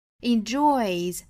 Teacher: 注意双元音 oi, enjoys,尾部的 s,同样要读浊辅音 z